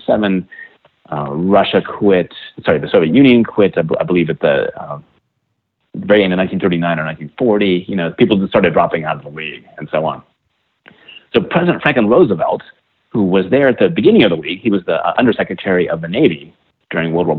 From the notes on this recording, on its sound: Please join me in welcoming to The Not Old Better Show via internet phone